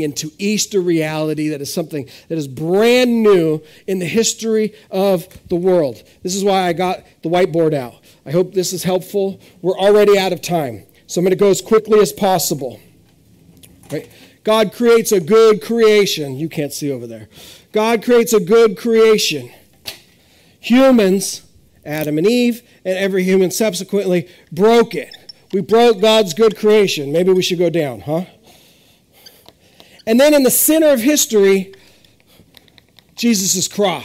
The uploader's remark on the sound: This is audio ripped from the Live Service video.